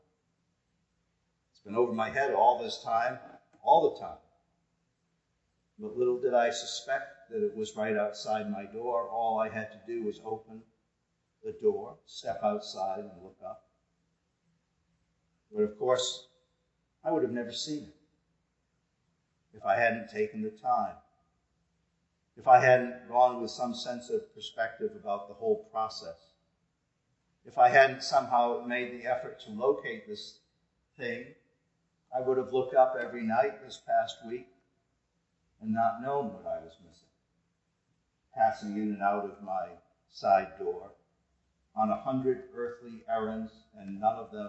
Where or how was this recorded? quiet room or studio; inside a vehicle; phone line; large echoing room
large echoing room